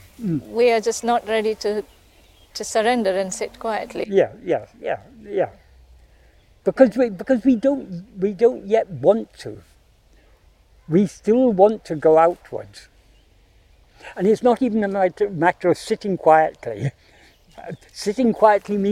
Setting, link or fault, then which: setting, outdoors